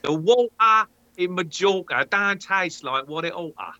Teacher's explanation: those are full of missed glottal stops